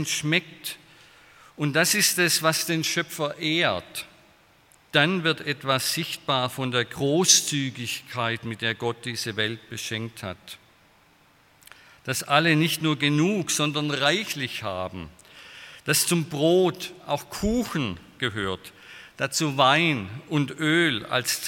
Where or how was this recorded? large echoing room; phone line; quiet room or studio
large echoing room